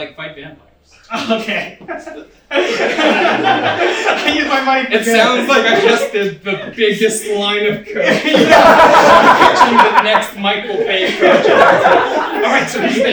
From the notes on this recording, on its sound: filmed at NOT ACCEPTABLE LIVE!